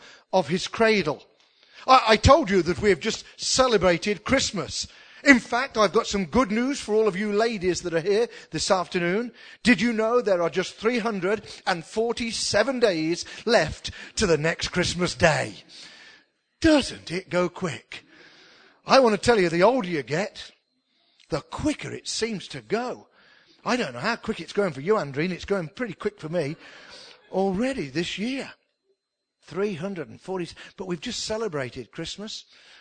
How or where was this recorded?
large echoing room